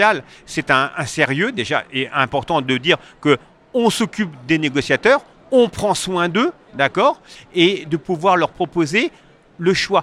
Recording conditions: busy venue